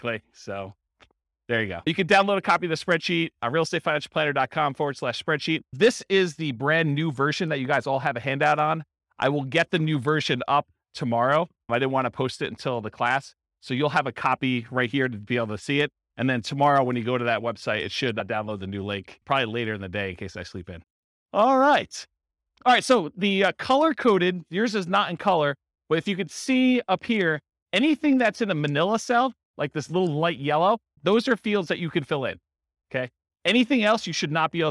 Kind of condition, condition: setting, live audience